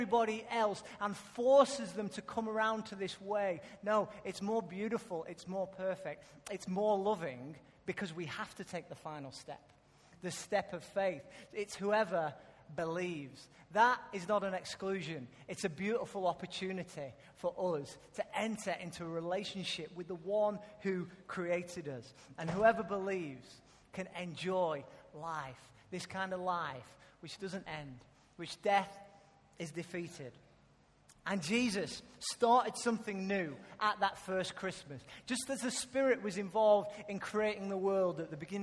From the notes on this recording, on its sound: Recorded live at Life Church on Sunday 21st December 2014.